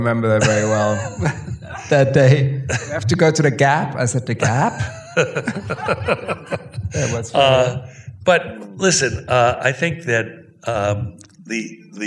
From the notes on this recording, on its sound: In a Q&A at the DGA theater in Los Angeles.